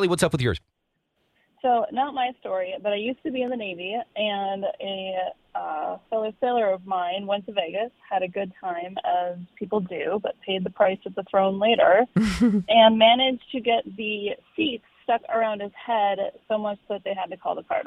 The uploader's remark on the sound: Lets Take Some Calls. LIVE 2-7pm on 94.5 KS95!!